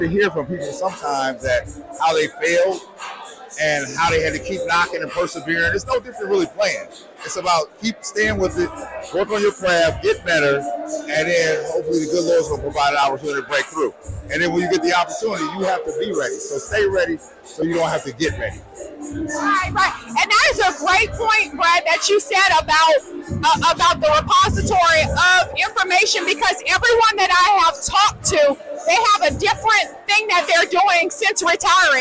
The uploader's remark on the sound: NBA Alumni live coverage of the NBRPA Las Vegas Annual Conference